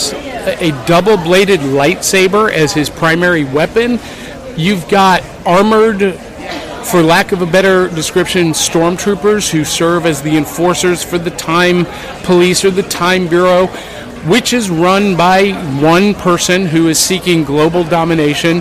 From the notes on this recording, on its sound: live from Nashville Comic & Toy day